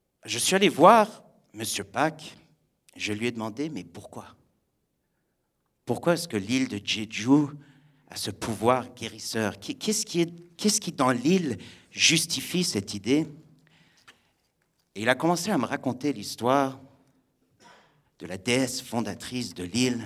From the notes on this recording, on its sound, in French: Raconté sur scène le 22 octobre 2016 au Radio_Live de Magnéto